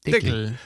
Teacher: das K wird bei uns zu G, denn der Deckel ist bei uns der Deckel.